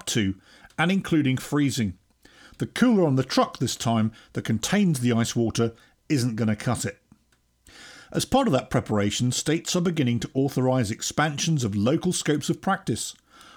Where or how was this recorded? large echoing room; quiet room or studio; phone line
quiet room or studio